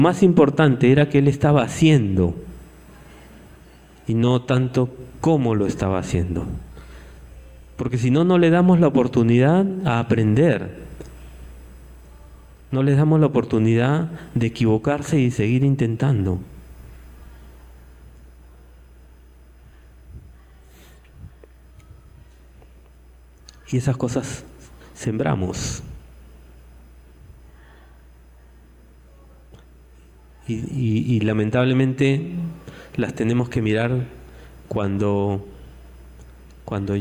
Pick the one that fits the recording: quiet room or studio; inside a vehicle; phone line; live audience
live audience